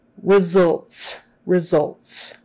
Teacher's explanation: that U in the middle is just going to be an uh, not a U